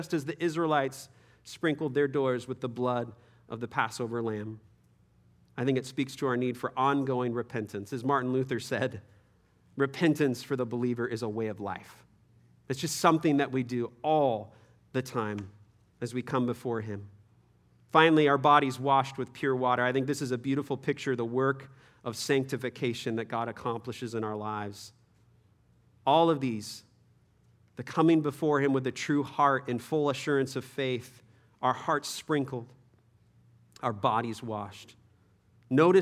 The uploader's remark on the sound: Third session at our 2023 Men’s Conference